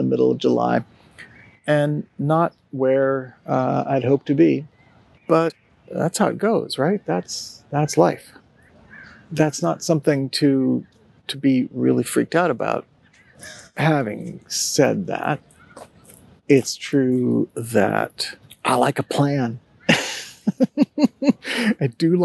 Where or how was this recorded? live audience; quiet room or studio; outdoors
outdoors